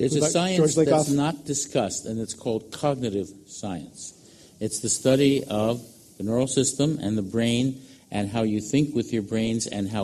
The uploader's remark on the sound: This program was recorded in front of a live audience at the Commonwealth Club of California on May 1, 2014.